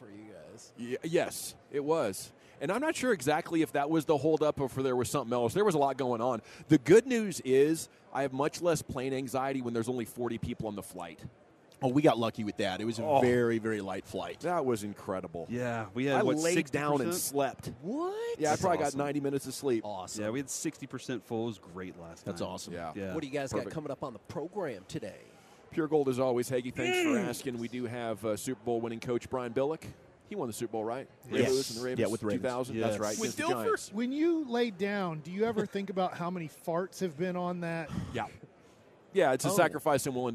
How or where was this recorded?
busy venue